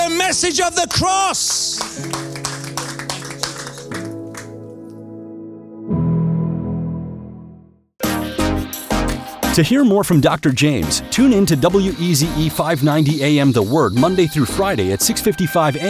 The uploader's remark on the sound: Preaching at Oasis Church, Watford, England.